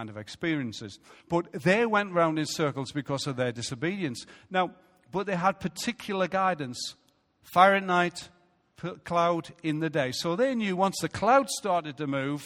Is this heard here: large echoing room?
yes